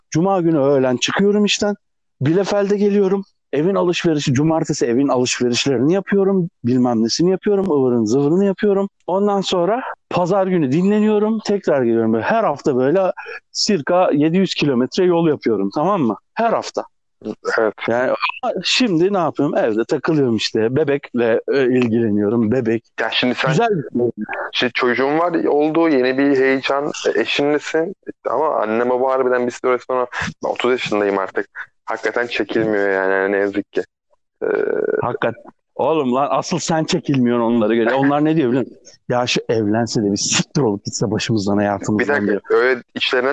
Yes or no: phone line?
yes